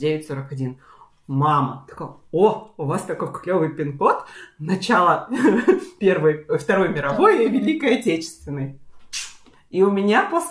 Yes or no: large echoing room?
no